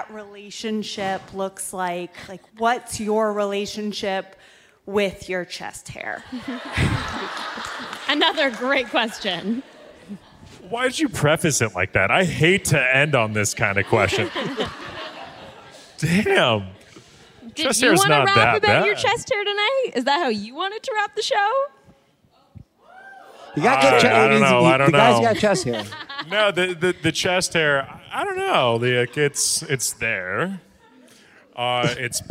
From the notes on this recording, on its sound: Live from the #SCADTVFest in Atlanta. In front of a live audience. Thanks to a few hilarious questions from the audience.